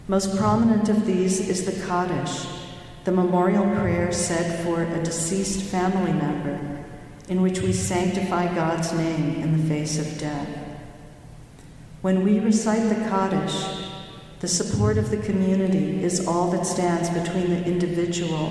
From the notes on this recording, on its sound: delivered the following remarks at Morning Prayers in Harvard's Memorial Church on March 11, 2020